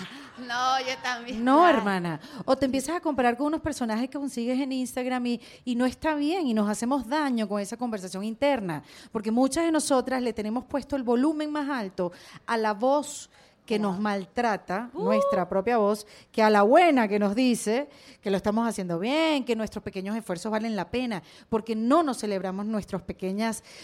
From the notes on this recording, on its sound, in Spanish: Que lo íbamos a grabar en Chile con mas de 300 personas en vivo.